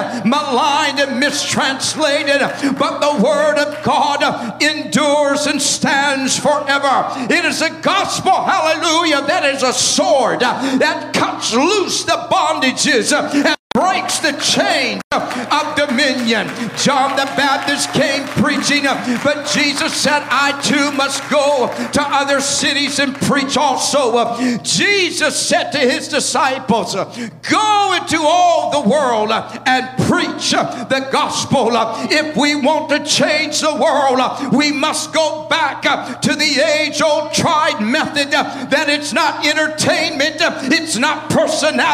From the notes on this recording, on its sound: at the Victory Gathering at Fireplace Fellowship